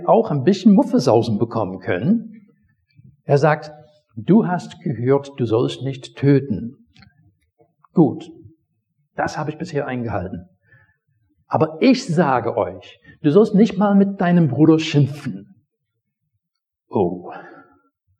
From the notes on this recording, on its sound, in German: Predigt aus dem Gottesdienst